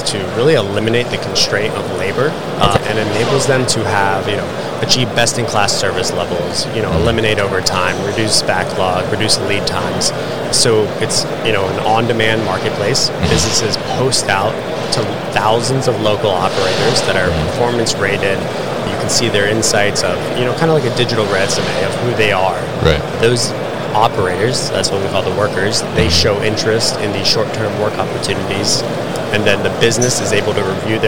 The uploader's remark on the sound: Veryable at MODEX 2022